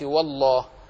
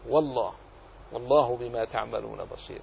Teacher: بخلاف والله نفخمها، لأنه الهمزة التي كانت مفتوحة سقطت لأجل الوصل، فنقول والله، والله بما تعملون بصير.